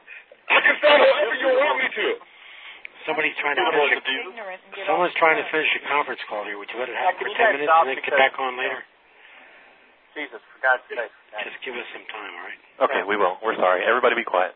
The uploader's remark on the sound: Prank Phone Calls Collection